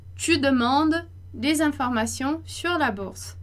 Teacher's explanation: E des informations, você viu lá que eu fiz a liaison.